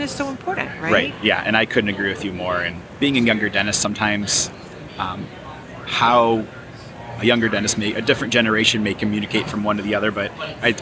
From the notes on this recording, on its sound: live from Smilecon.